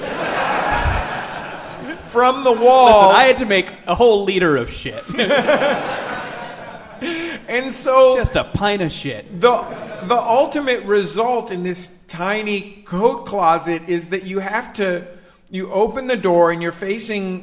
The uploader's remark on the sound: Live in London. Live from the London Podcast Festival in London.